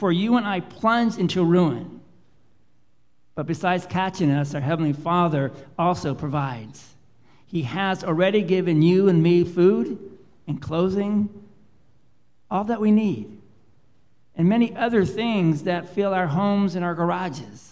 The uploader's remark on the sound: Live Worship Service